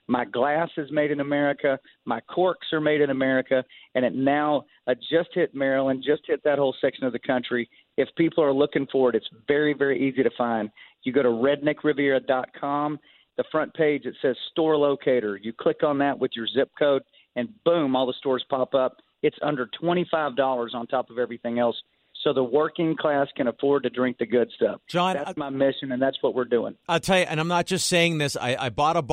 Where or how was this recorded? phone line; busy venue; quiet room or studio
phone line